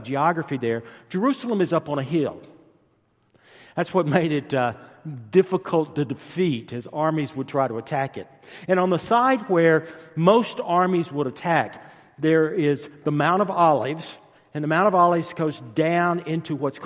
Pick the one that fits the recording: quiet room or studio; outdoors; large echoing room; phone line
large echoing room